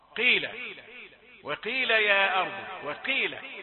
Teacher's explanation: درجة الخامسة تفخيم ضعيف في القاف قيل وقيل يا أرض وقيل وهكذا يبقى ده تفخيم درجة خامسة